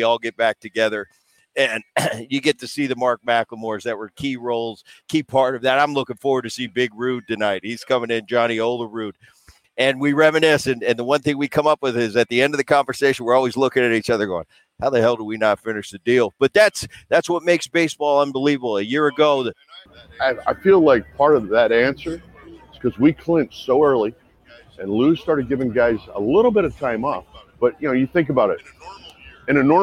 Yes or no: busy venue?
yes